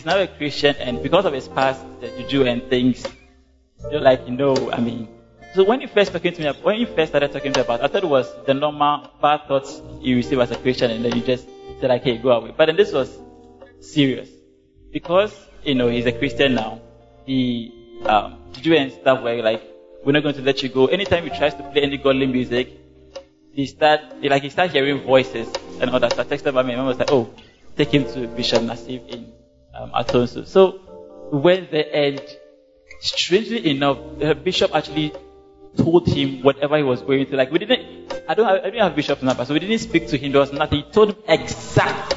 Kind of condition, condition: setting, large echoing room